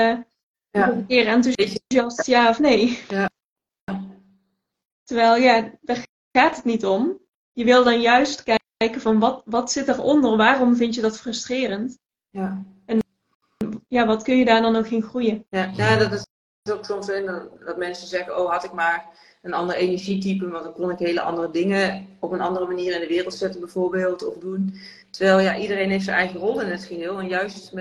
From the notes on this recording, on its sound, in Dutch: tijdens een live op Instagram